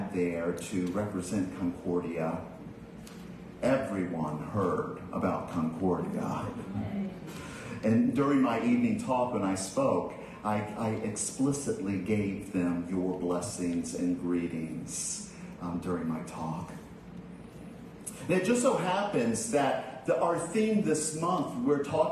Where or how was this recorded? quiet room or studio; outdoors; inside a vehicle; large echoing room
large echoing room